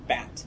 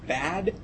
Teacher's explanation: The only difference is how long the silent period is that makes up the T or the D, and how long the vowel is before it. So bat has a very short vowel, and bad has a relatively long vowel.